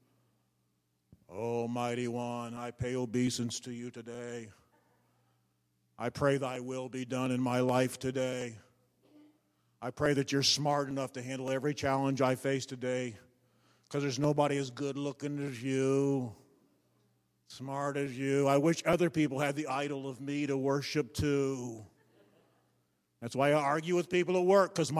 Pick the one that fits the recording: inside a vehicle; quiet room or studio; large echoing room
large echoing room